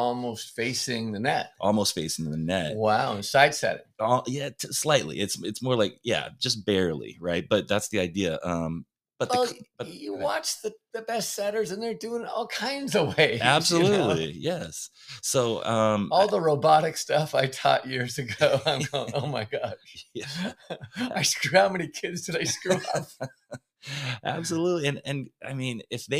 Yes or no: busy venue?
no